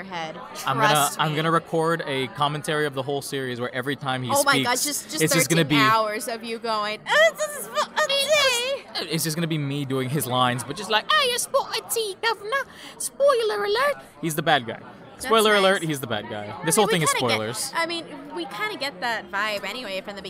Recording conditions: busy venue